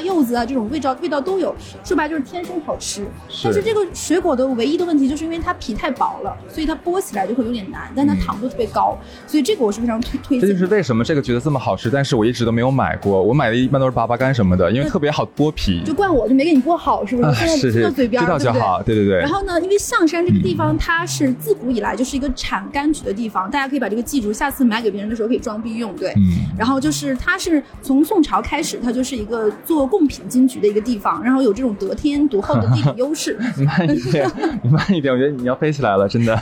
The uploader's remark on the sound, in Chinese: 这一期是跟粉丝1月2号在线下一起录制的，背景有些嘈杂。第一次跟粉丝面对面互动。大家围坐在一起聊着好吃好喝。